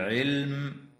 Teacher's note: وتظهر اللام الساكنة من كلمة علم وتسمى لام الاسم